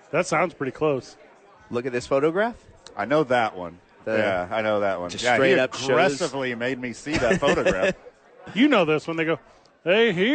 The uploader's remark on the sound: live from Sadies for TNF.